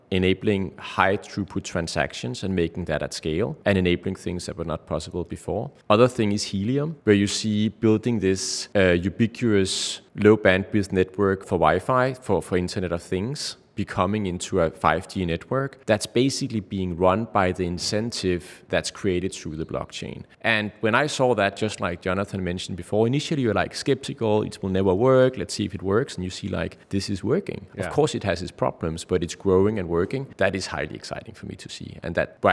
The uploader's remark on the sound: live from New York City at Chainalysis Links Conference